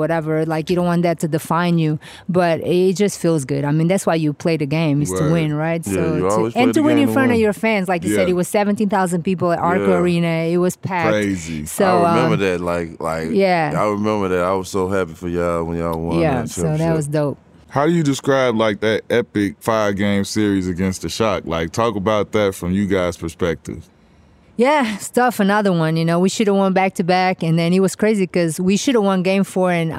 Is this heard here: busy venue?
yes